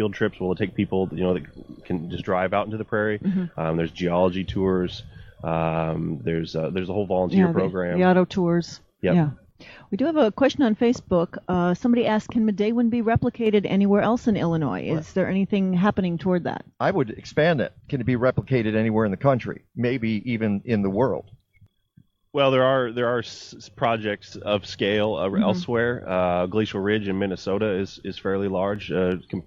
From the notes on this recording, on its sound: Broadcast from Midewin National Tallgrass Prairie, just southwest of Chicago near Wilmington, Illinois.